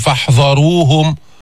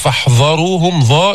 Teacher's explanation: ما تفخم الذال لأجل الراء المفخمة · Shown in: first take